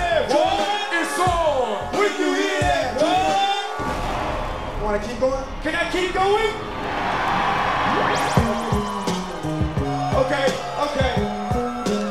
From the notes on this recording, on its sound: performing live in concert